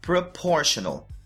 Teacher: A sílaba tônica é no por.